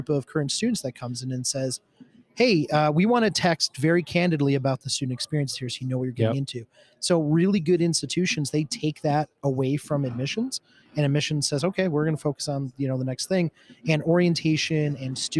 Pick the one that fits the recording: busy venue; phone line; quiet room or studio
busy venue